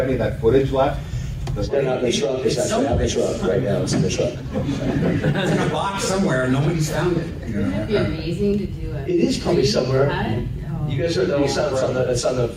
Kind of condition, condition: setting, live audience